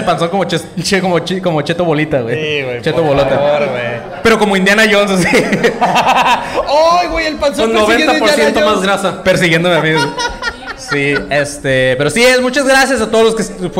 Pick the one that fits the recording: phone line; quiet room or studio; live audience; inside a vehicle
live audience